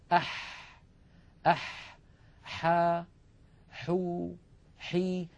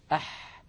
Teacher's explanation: لاحظوا البحة الموجودة في الحاء الفصيحة